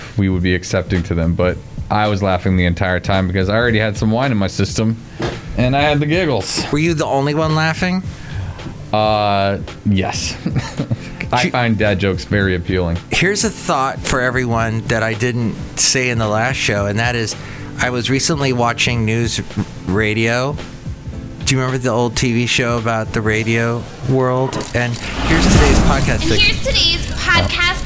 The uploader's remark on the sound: podcasts live from Cafe Anyway